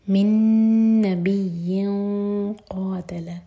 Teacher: یا کی تنوین کے بعد قاف تو ہیوی اخفاء نبی قاتل قا سٹریس کے بعد تا پر زور قاتل معه